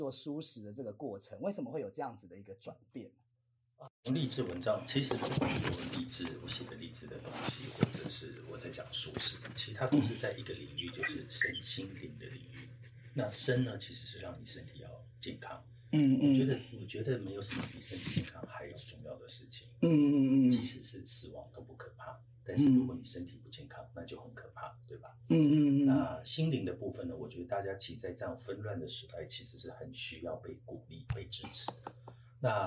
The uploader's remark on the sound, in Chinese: 錯亂設備出錯的開場。開始的小雜音請見諒。